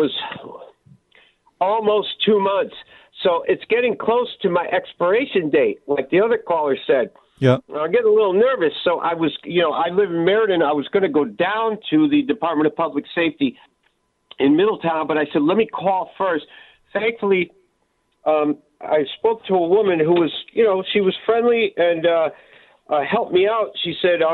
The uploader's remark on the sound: More phone calls on energy. Take more calls!